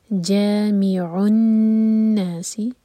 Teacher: عین حلق سے اور نون پر غنہ